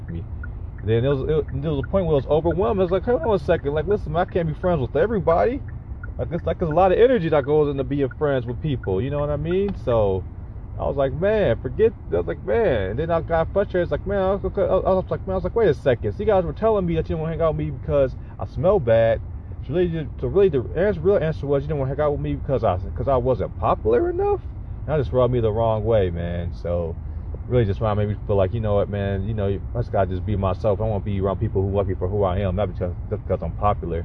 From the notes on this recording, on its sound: I am up in the car working on the course.